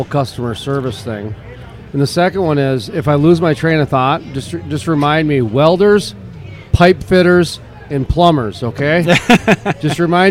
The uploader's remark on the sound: live from the Permian Basin Association of Pipeliners Annual Cookoff